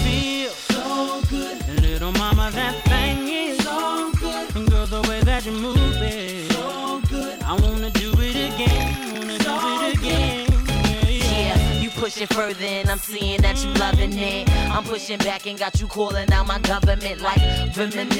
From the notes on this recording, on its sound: Originally broadcast live on January 23, 2017 from the storefront of The Late Late Bar on Houston Street in New York City